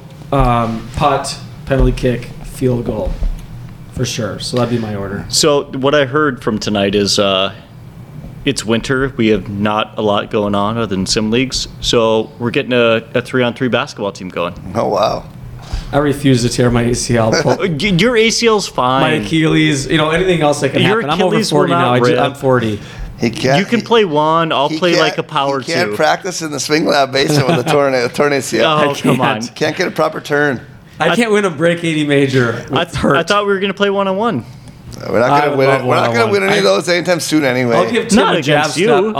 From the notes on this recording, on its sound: The podcast crew recorded live this week from the Minnesota Golf Lab in Long Lake, which is the home of Go Low Golf.